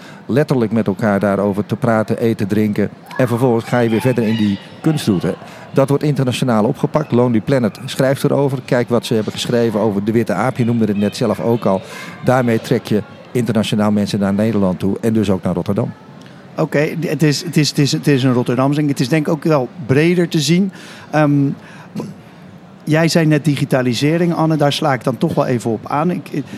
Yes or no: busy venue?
yes